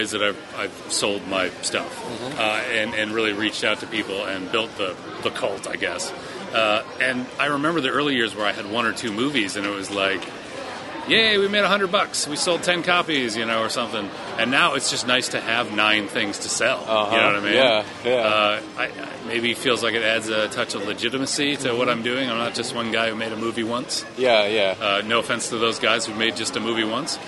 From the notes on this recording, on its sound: OSFest 7 Special. Wild, impromptu hallway podcast session.